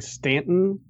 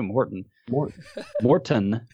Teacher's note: there's like a little like puff of breath that comes out after the N that stands in for the T